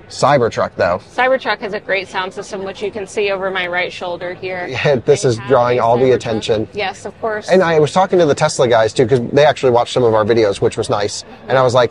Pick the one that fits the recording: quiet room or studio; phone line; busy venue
busy venue